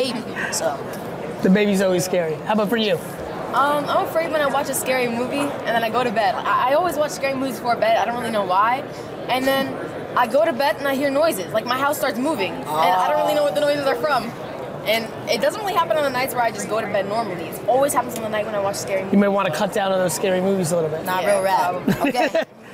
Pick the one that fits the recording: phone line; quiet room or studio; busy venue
busy venue